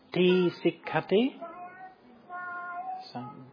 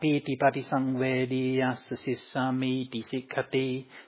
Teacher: he's always reciting it with a long T. But not even just an ordinary long T, but a slightly drawn out and paused long T · Shown in: first take